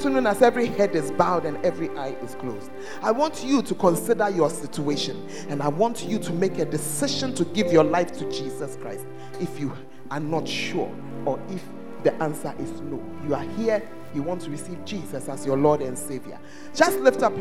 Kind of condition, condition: setting, large echoing room